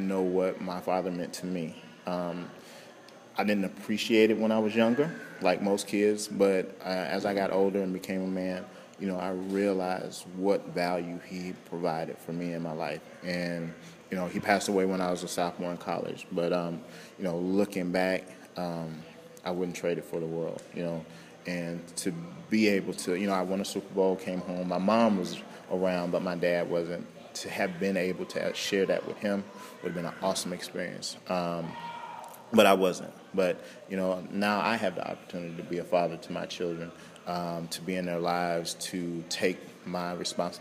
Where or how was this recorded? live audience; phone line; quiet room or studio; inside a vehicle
live audience